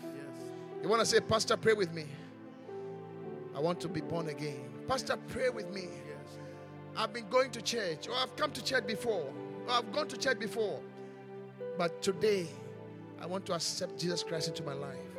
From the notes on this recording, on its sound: Preached at the Qodesh